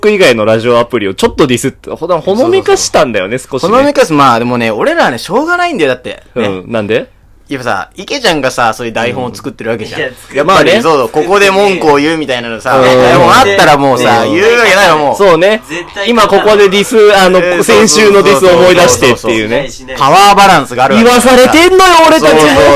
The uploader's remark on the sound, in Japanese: まずは音割れを反省すべし。Radiotalk。